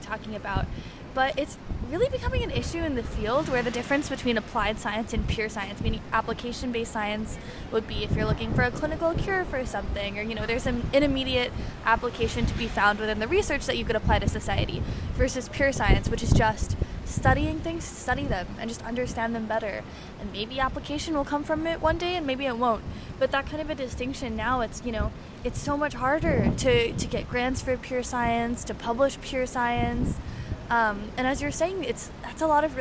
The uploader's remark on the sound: This episode was recorded outdoors. While editing we fixed the sibilance (’s’ sounds) but not the plosives (‘p’ and ‘b’ sounds).